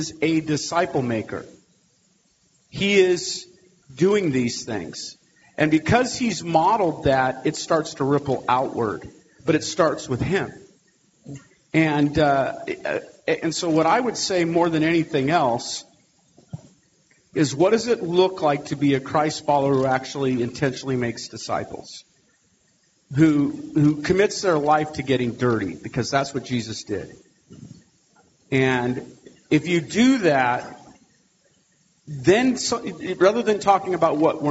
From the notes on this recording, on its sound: This episode features a clip taken from the Exponential 2020 Pre-Conference.